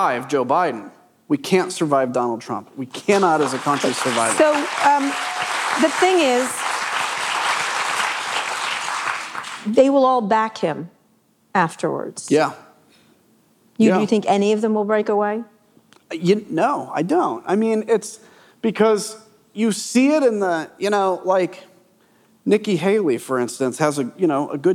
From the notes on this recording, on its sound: This conversation was taped live at the Texas Tribune Festival on September 22, 2023.